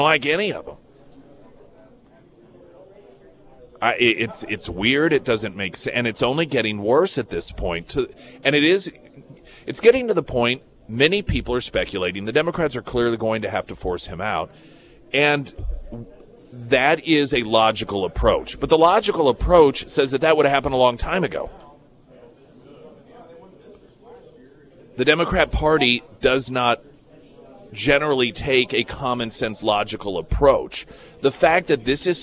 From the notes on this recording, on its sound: live at Scramblers Diner